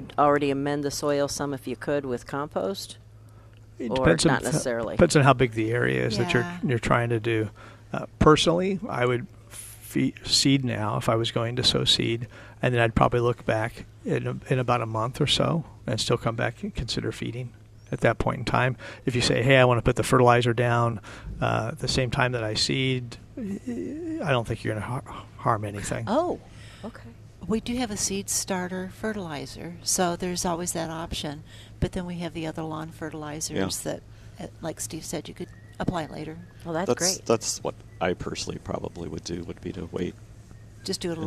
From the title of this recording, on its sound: Live at Prairie Gardens